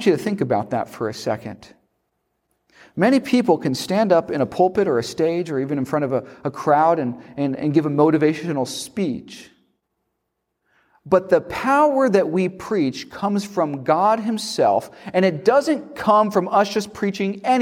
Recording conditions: large echoing room